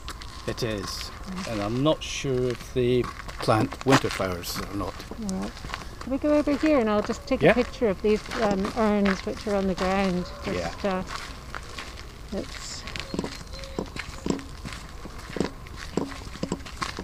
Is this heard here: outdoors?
yes